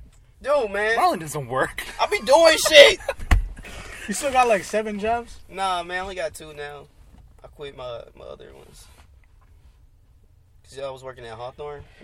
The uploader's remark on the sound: jumps in the car to talk